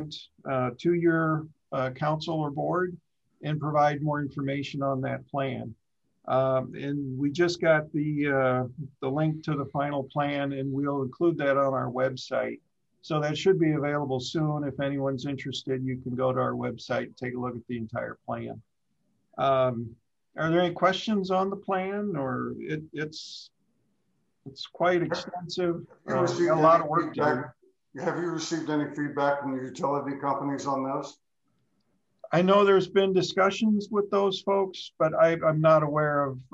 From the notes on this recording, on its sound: Meeting of the Metropolitan Planning Organization of Johnson County's Urbanized Area Policy Board (Zoom meeting).